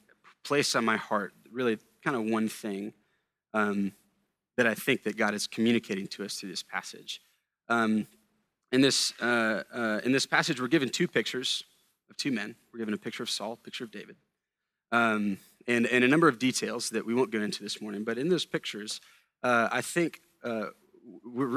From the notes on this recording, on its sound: A sermon preached at Sojourn Galleria Church on Sunday, January 21, 2018.